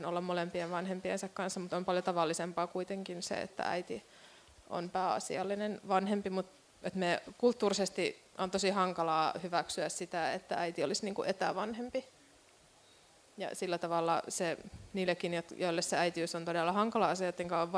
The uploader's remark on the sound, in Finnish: Tämä jakso on äänitetty livenä F/Symposium -tapahtumassa.